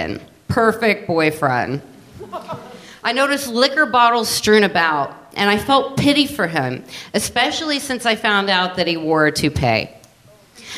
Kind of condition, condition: setting, live audience